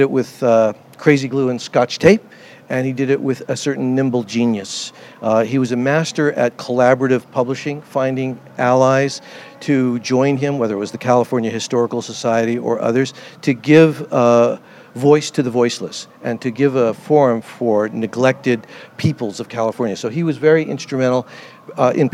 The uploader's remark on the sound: interviews conducted at the Los Angeles Times Festival of Books